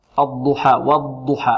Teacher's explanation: الضاد فيها استطالة، فيها ماذا؟ استطالة